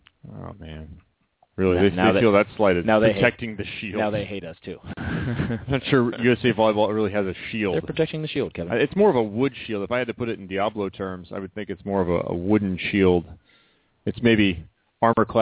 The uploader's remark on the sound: called in for a great interview